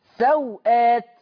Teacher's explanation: قال لك إن الواو لو أنت هتقصر البدل الواو ما تتمدش